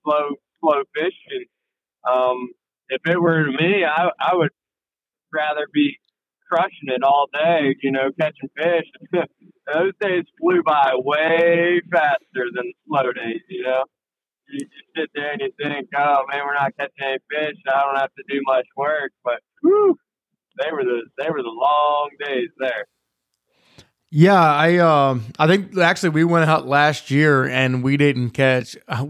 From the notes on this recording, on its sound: Calls in for this podcast while driving to an offshore tournament in North Carolina.